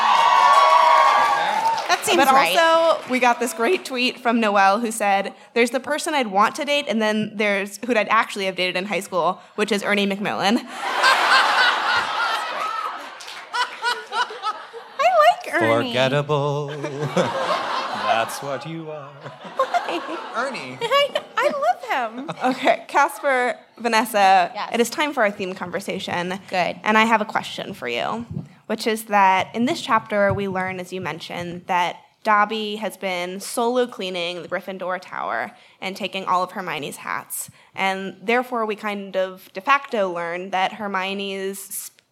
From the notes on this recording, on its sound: Live from Cambridge, MA. This week we come to you live from our Cambridge show.